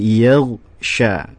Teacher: Enggak boleh ada pantulan e-nya ya, bunyi e. Kalau dia ada pantulan e-nya, berarti ada sifat kol-kolah di situ.